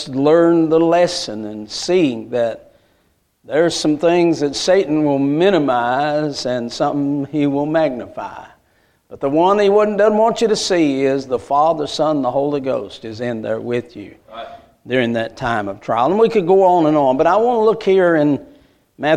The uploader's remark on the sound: A message Preached at Crossroads Baptist Church.